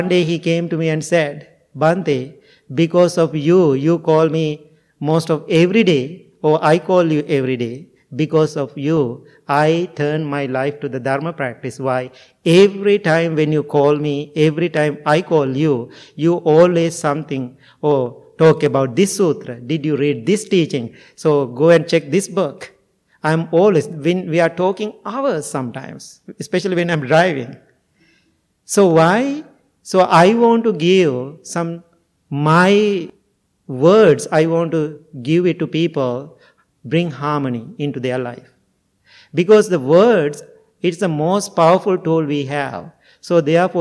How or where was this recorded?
large echoing room